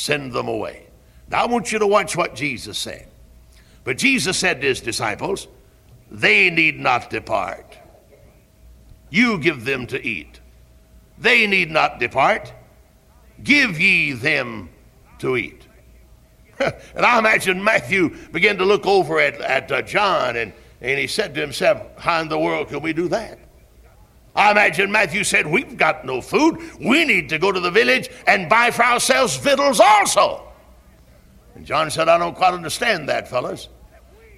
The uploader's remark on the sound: Originally preached at Tabernacle Baptist Church in Greenville, SC on December 9, 1973.